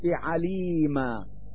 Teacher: فإن التنوين في مثل هذه الكلمات يبدل في حال الوقف علامة مد لحركة الفتحة التي على الميم من كلمة عليما، والتي على الراء من كلمة قديرا. · Term: مد العوض